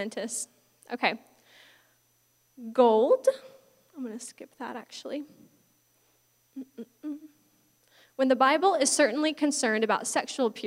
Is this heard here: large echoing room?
yes